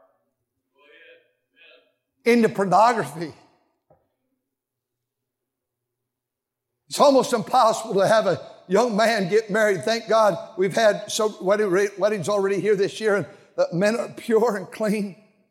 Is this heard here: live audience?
yes